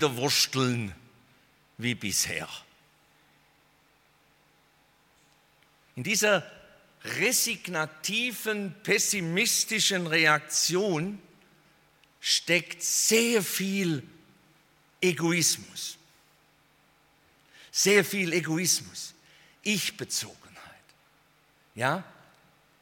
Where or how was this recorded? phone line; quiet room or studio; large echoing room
large echoing room